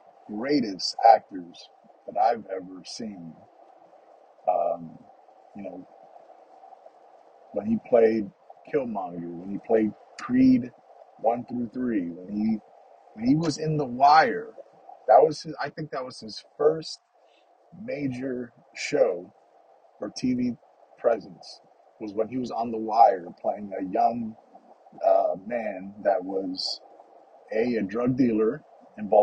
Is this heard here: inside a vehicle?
yes